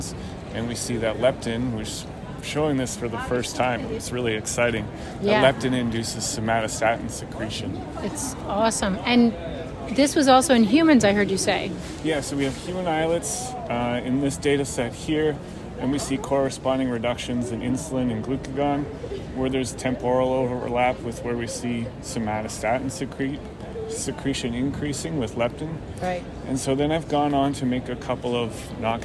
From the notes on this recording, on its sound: recorded during the ADA 2023 Conference